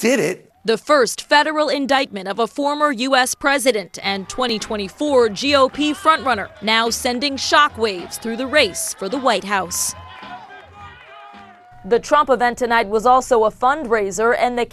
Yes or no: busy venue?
yes